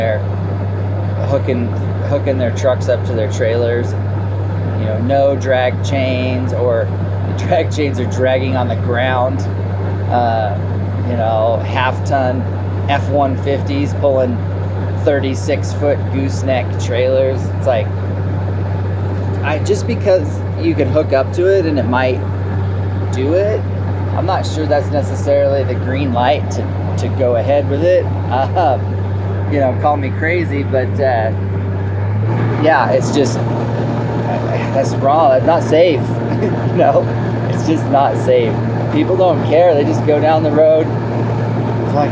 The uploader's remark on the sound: From the Road. While driving back home.